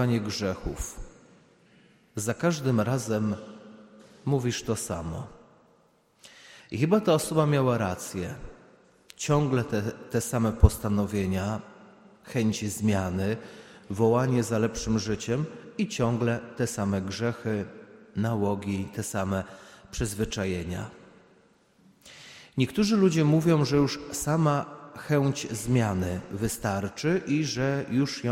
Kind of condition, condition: setting, large echoing room